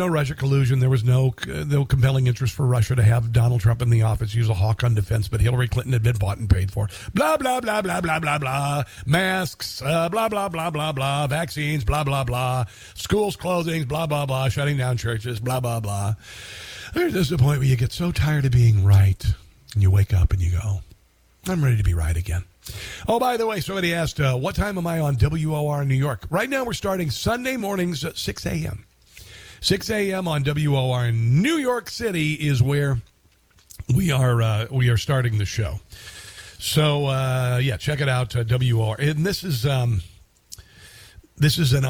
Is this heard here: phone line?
yes